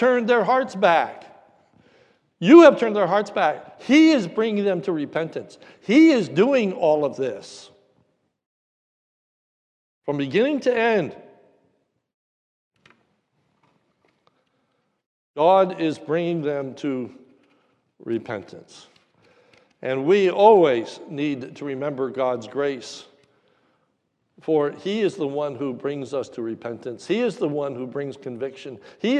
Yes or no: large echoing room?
yes